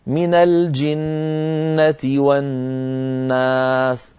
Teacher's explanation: المكان الأول هو المدود وهو منضبط بأزمنة، والمكان الثاني هو الغنن، غنة الميم وغنة النون، وهو منضبط بأزمنة. يعني لما نقول من الجنة والناس هكذا يجب أن تكون، لا تكون أقصر من الجنة والناس، هذا قصير.